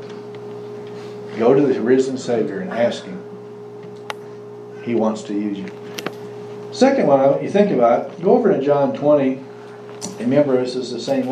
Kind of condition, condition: setting, large echoing room